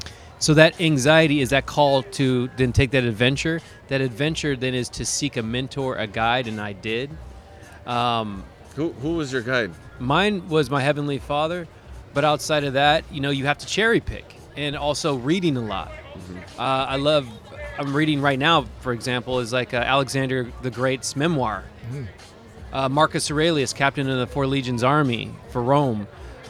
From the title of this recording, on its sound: Live” From Bakersfield Comic-Con 2023